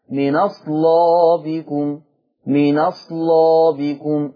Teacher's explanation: هنقل فتحة الهمزة ووديها على النون فتبقى من أصلابكم من أصلابكم، الآية 23.